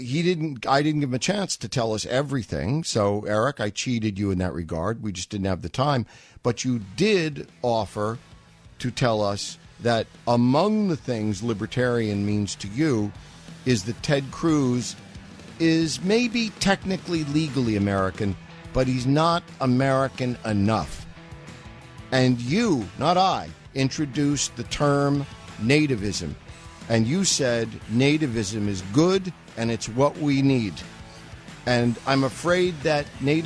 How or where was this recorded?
phone line